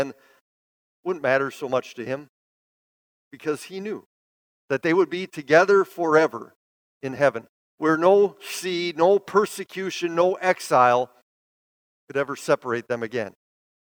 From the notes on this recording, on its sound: Bethany, Appleton, WI. Preached this sermon at Bethany's Sunday worship on May 1, 2022.